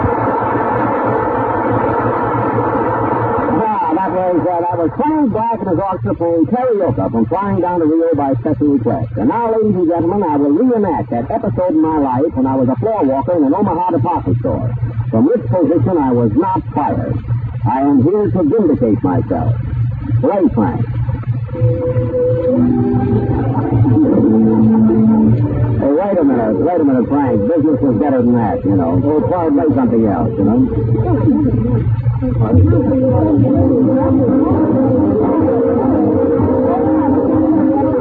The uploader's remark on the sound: Audio is a bit on the mushy side, and the show starts already in progress.